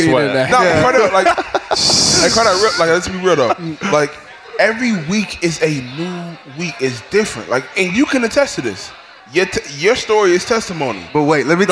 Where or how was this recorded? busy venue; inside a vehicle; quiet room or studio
busy venue